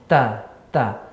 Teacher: antara huruf ta dan huruf ta. di mana ta ya tempatnya sama seperti da ujung lidah bertemu dengan pangkal gigi seri atas